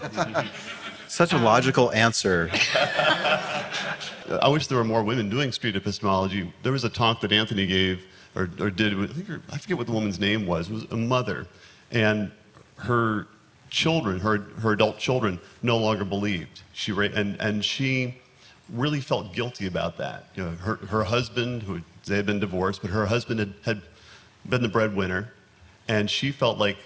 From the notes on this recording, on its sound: Location: Nashville, Tennessee. The panelists address questions submitted by the SE Community and live audience members at NaNoCon 2019.